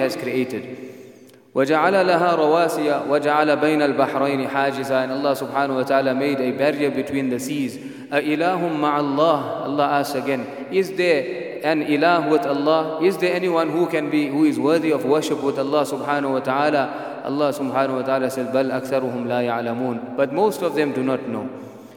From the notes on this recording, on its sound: at the Houghton Masjid (West Street)